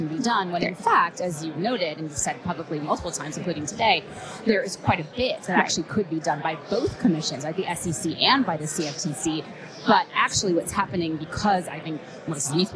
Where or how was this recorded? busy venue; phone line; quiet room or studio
busy venue